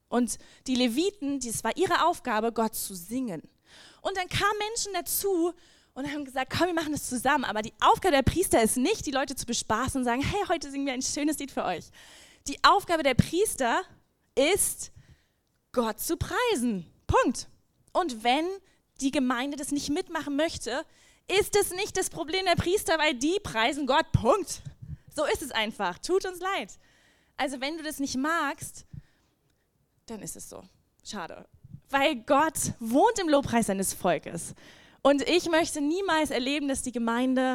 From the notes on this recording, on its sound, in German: Lobpreis und Anbetung - Gottesdienst Predigt.